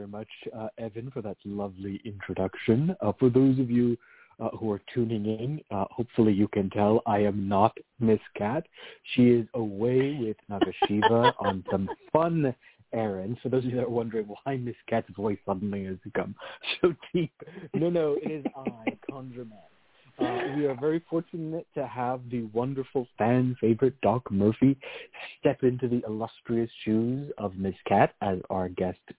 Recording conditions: phone line